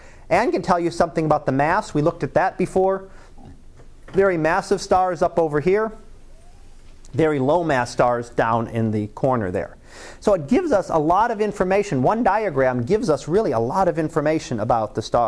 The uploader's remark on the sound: Live Class Lecture